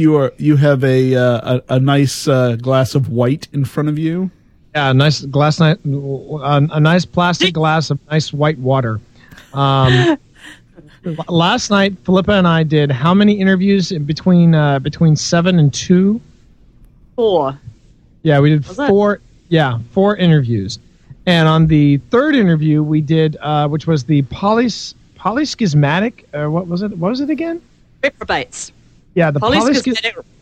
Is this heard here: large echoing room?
no